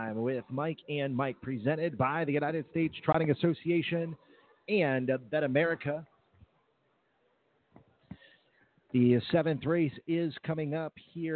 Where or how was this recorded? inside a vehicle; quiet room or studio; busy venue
busy venue